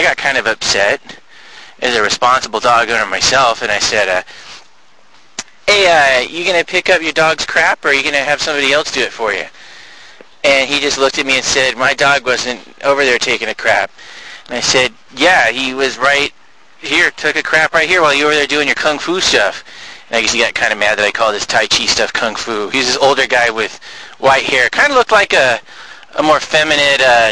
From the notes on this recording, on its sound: Live from East Portal Park